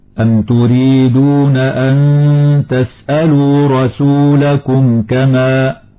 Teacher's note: إظهار شفوي لوقوع الكاف بعد الميم الساكنة مع مراعاة تفخيم الراء وصلا ووقفا لأنها مفتوحة